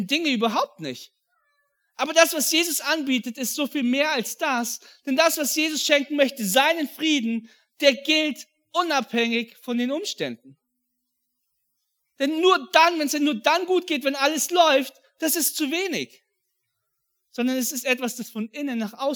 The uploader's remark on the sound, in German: an Heiligabend 2022 in der Life Church Ansbach